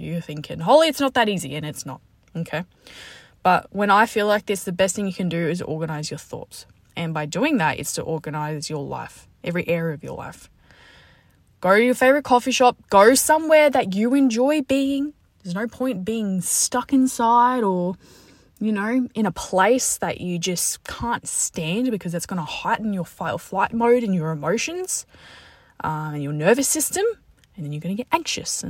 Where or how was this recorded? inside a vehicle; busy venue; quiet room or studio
inside a vehicle